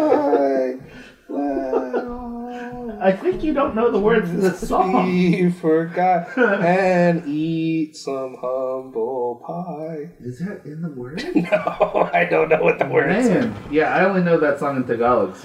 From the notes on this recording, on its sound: On this episode, the sound is not great. We have a new sound editor who did everything he could to reduce the noise levels, but yet again when I recorded it I did something wrong so we got a lot of background fuzz. When you digitally cut stuff like that out it leaves an echo sound, and so there is some of that here.